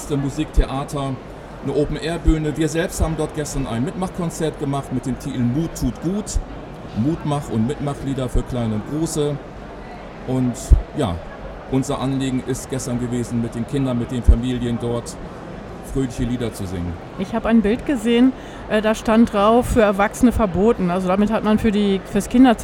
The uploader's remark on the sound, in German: live auf dem evangelischen Kirchentag 2017 in Berlin